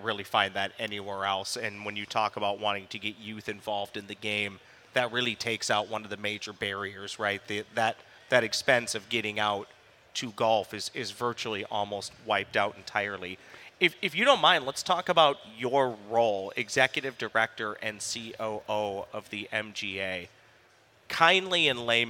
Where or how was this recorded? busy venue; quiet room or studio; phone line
busy venue